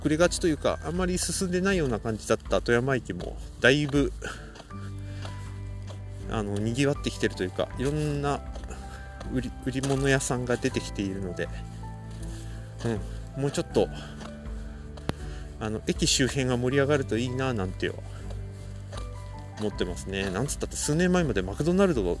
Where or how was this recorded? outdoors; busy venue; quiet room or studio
outdoors